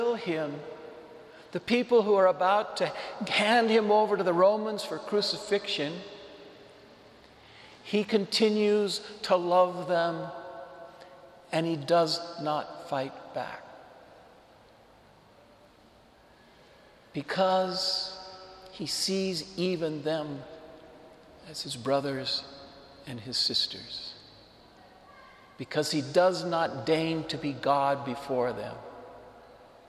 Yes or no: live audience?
yes